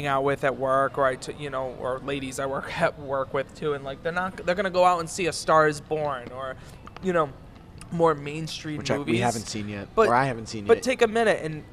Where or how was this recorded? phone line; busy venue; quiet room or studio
busy venue